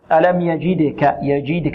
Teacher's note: ألم يجدك يجدك، إذن الجيم شديدة يجي، كذلك مكسورة يجي، نحافظ على الكسر وبعدها الدال مقلقلة يجدك. والقلقلة في الدال قلنا هي اضطراب في المخرج، لا تميل لا إلى كسر ولا إلى فتح ولا إلى ضم